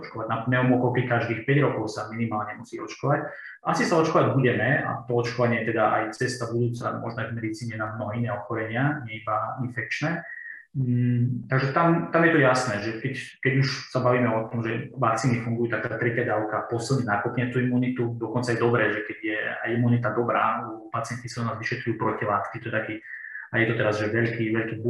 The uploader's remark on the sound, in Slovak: Za kvalitu zvuku sa ospravedlňujeme, epizóda bola pôvodne vysielaná ako live stream video.